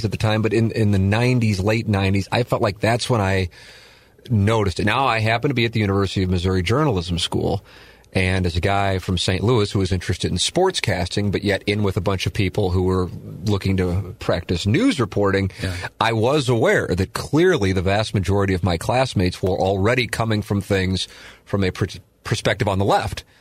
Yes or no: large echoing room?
no